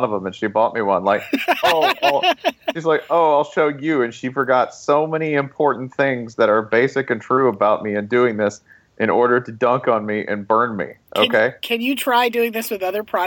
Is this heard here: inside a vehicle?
yes